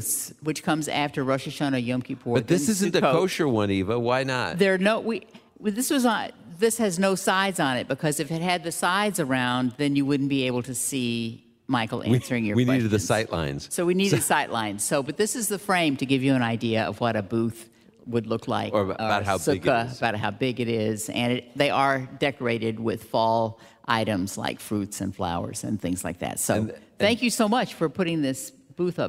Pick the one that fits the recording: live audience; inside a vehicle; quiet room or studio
live audience